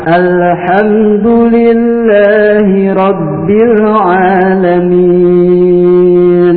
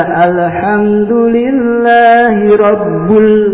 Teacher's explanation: Nah, di situ rabbi ya, bukan rabbu, bukan robba. Kalau dia baca alhamdulillahi rabbul, nah ini salah, salah fatal, salah parah, salah besar. · Term: harokat